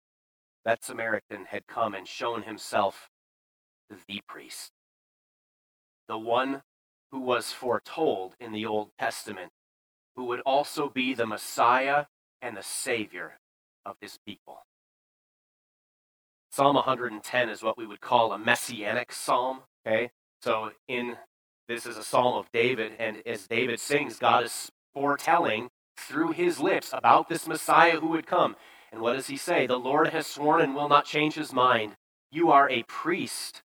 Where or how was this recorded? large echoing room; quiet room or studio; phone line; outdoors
large echoing room